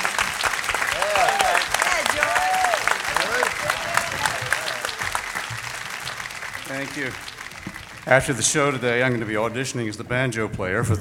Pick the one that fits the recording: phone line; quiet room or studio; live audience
live audience